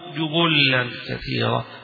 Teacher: بضمتين ضم الجيم وضم الباء وبتشديد اللام أيضا